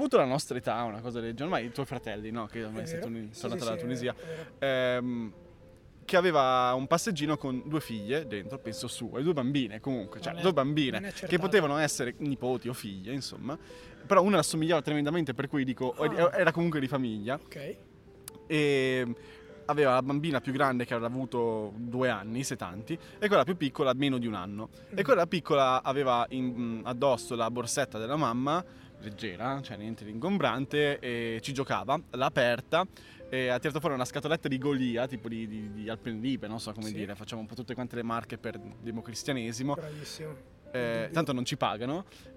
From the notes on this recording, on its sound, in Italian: In questa puntata live a Parco Sempione.